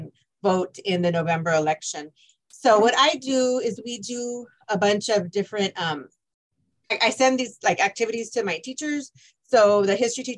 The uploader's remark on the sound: This podcast is a recording from a Zoom event held with high school librarian.